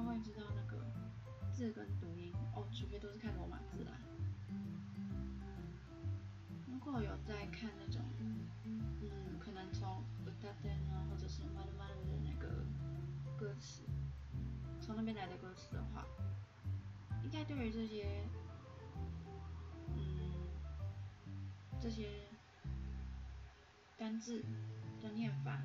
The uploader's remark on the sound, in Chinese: 音量注意。錄音品質已死 need麥克風。